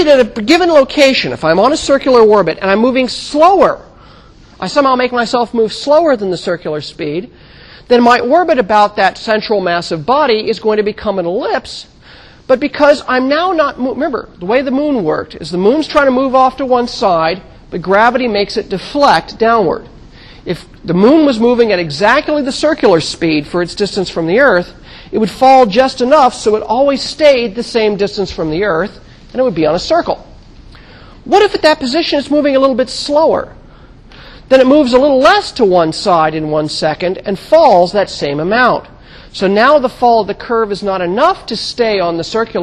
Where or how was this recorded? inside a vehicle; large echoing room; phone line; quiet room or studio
large echoing room